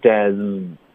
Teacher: Just as 的这个 as 的音完全丢了，你好像发成 justas，这个应该是 as，OK。